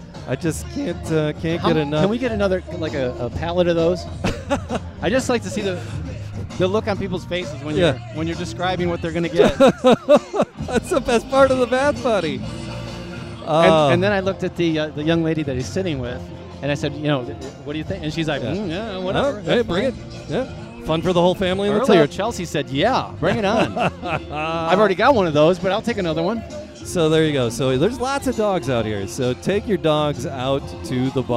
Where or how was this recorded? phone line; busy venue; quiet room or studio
busy venue